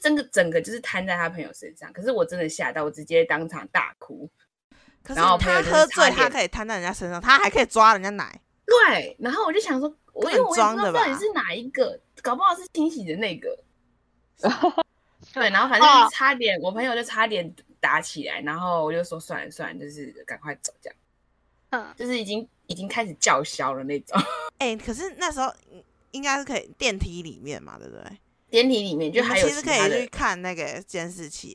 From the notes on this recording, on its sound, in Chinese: 由於我們是遠端錄音，每個人的聲音有點不平衡，跟大家說聲不好意思。